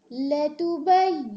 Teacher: اس میں یا پر شد اور نون پر اچھی طرح غنہ بھی کرنا کوئی بھی حرکت کو کھینچیں گے بھی نہیں سوائے ہا کی